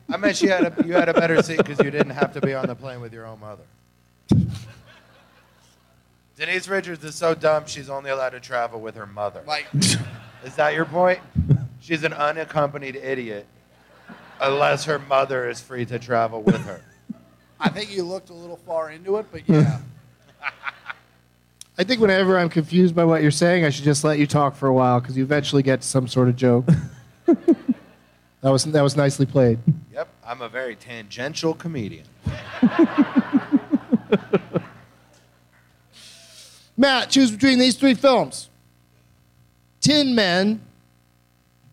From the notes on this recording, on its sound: Live from the Tampa Improv